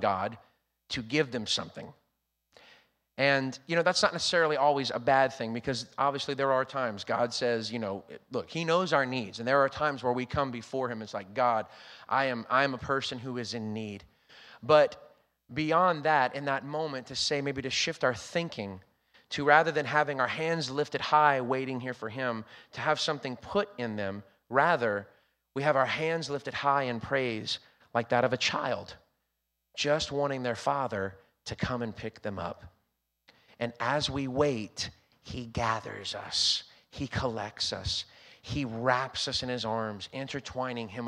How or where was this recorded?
large echoing room